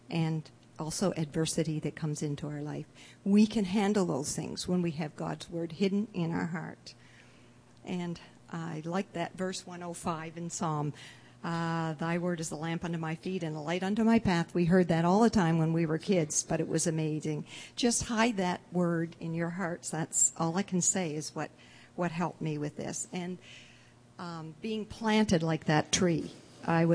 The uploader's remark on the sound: delivered at The People’s Church of Somerville, NB on the evening of January 18, 2015